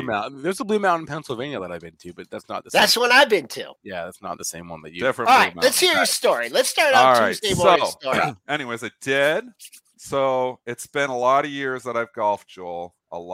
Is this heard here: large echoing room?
no